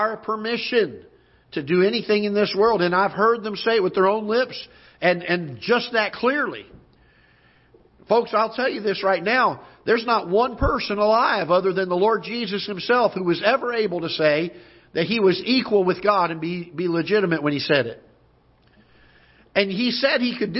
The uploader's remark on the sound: Ketha Heights Baptist Church ~ Live Broadcast